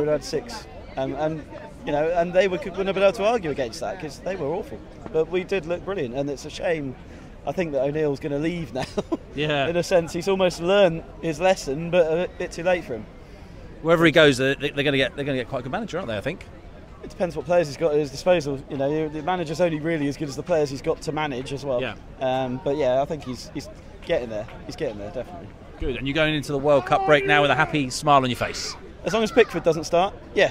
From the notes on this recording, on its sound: recorded at the Pear at Parley